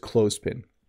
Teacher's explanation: So you don't have to say the th as a the sound.